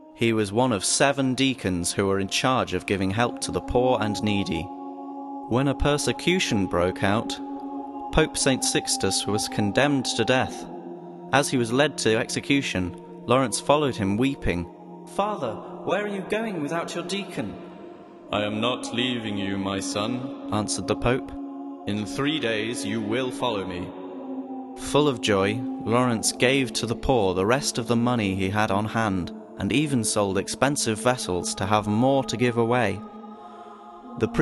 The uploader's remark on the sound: Audio tour of St Laurence's Church, Frodsham